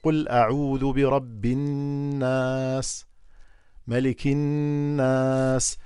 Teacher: والنون المشددة تلفظ بحركتين